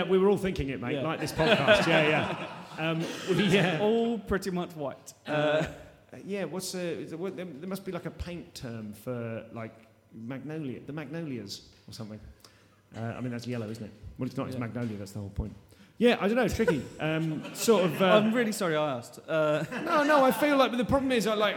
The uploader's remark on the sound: the first EVER live recorded episode of The Comedian's Tea Party